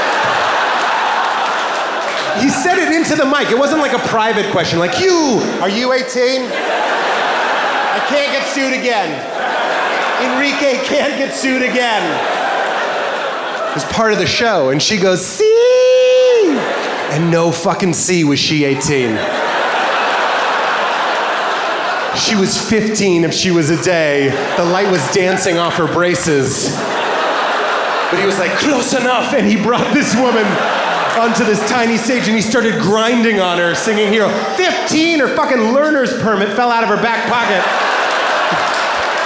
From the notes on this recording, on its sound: Taped at the Vic Theatre in Chicago. In this stand-up comedy special.